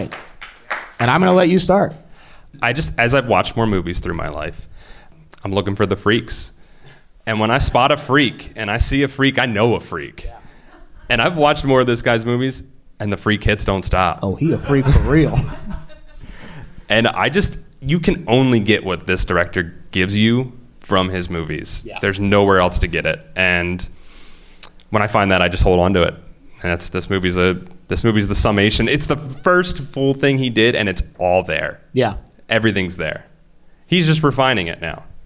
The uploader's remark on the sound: Live at PhilaMOCA